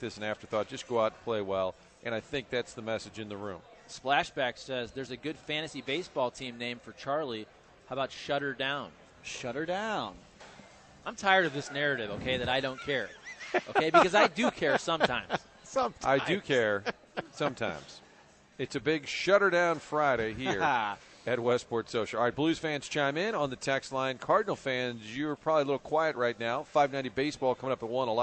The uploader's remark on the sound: broadcasting live from the Westport Social